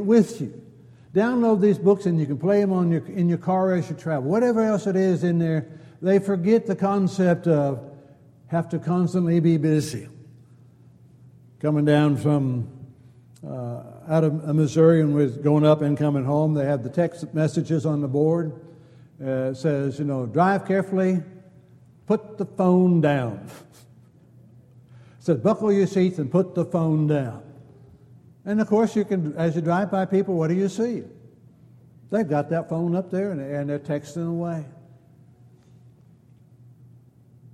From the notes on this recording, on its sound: Downtown Church Of Christ Audio Sermon